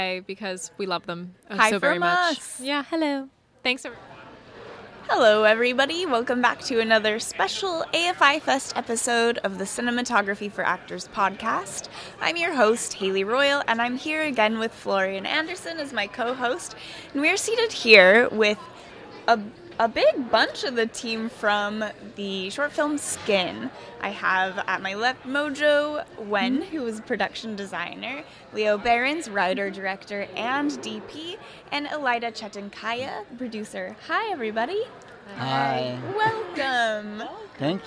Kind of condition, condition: setting, busy venue